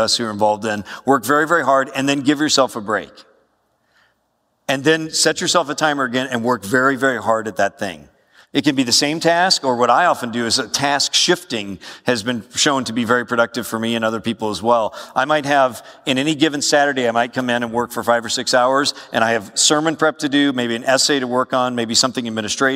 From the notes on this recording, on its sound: A lecture titled "Taking Care of Your Time," given at SBTS's All Student Summit in September 2016. Southern Baptist Theological Seminary All Student Summit.